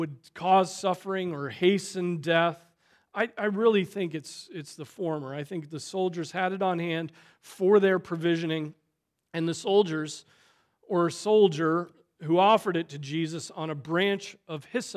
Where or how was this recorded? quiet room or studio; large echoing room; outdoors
large echoing room